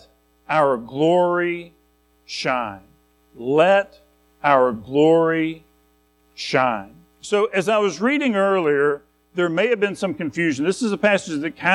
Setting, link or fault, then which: setting, large echoing room